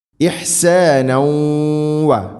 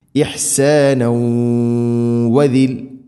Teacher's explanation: ഇഹ്സാന ഇഹ്സാനൗ വ തൻവീനു ശേഷം വാവ് ഇദ്ഗാം ബിഗുന്ന, തൻവീനിനെ വ എന്ന അക്ഷരത്തിലേക്ക് കൂട്ടി ലയിപ്പിച്ചു മണിച്ചുകൊണ്ട് ഉച്ചരിക്കണം